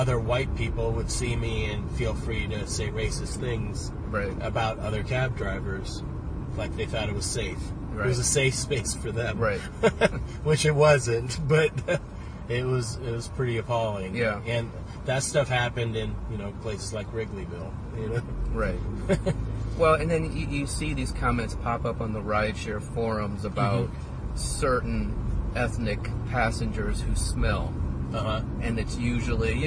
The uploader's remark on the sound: We recorded this while I drove him around the south side of the city.